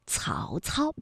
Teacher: 曹操呢是舌尖要抵住上齿背来去发音的